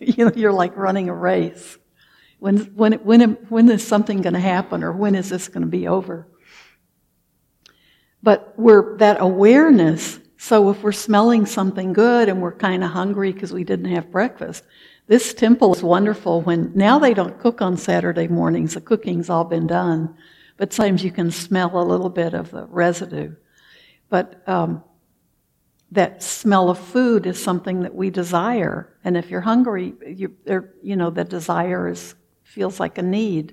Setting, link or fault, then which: setting, large echoing room